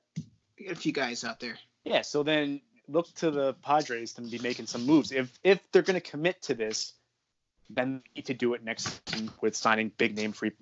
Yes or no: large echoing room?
no